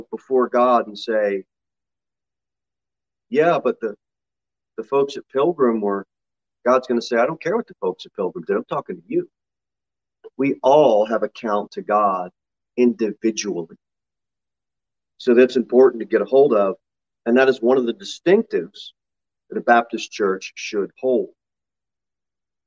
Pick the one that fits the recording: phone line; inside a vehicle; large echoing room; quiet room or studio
large echoing room